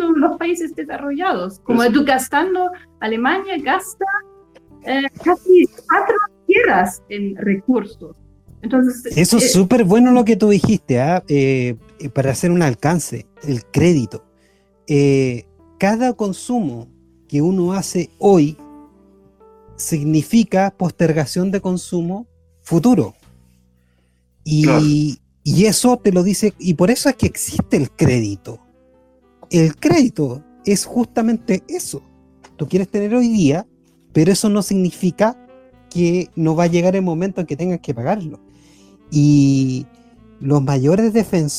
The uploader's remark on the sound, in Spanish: Mejoramos el Audio de este adelanto para la segunda temporada.